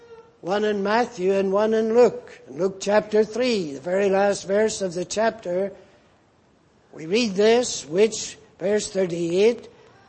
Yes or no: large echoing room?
yes